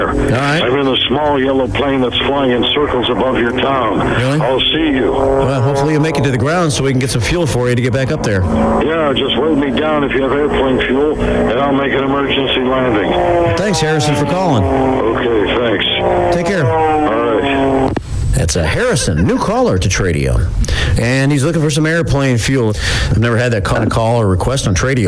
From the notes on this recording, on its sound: New Phony Phone Call